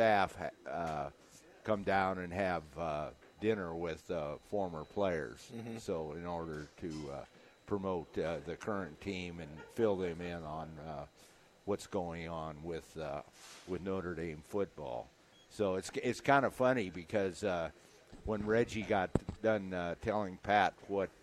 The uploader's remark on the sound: LIVE at Wingstop